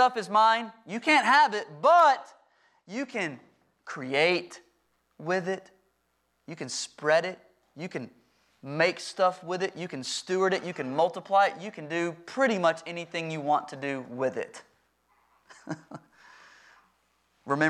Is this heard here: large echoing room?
yes